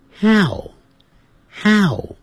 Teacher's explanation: how 的时候嘴巴没有全张，先念哈哈哈的哈 how 再收起来 howhow，先念哈，然后嘴巴再收起来 how，这样就对了 how。好，有这些疑问词的时候，那我们怎么样的来形成所谓的特殊问句呢？好，有了这些东西，我们就要呢，就是按照我这个方法，以前我也是有了这些词，我不想怎么造句，烦死我了。所以我这边就想了，第一个呢，它的 A 的要点就是疑问词在问句里头，它始终要放在问句的句首，这是跟中文不一样的，你一定要了解这一点。第二个，这个问句中如果有 be 动词的时候，也就是 is, am, are 等等，这个 be 动词就要跟主语也是要倒装的，问句